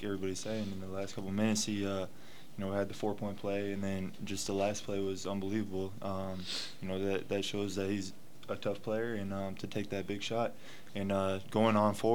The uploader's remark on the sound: Press Conferences & Post-Game Interviews